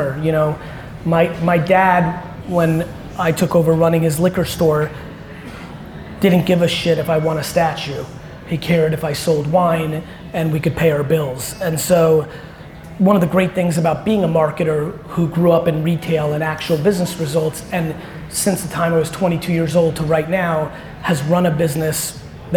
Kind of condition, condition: setting, live audience